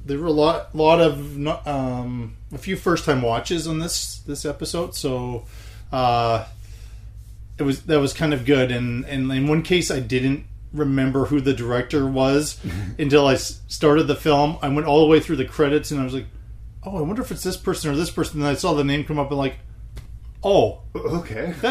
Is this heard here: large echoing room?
no